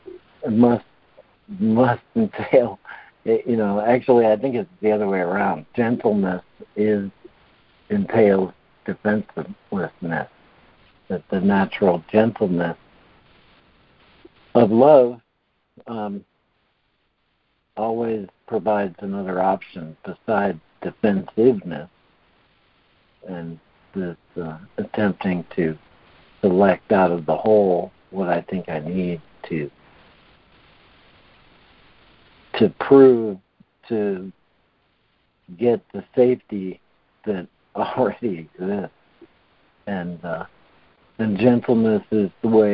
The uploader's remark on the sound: ACIM Daily Conference Call